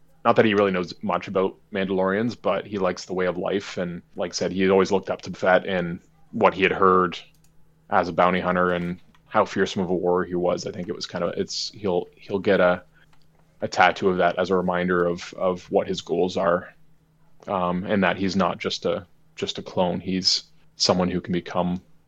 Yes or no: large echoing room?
no